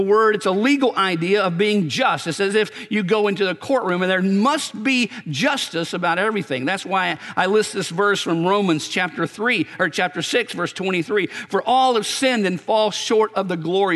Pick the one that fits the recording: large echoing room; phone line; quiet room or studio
large echoing room